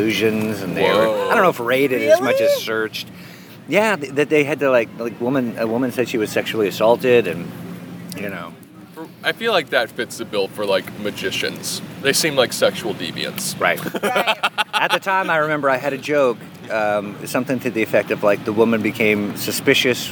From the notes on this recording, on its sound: At Tacos Maniacos. At The Tacos Maniacos food truck.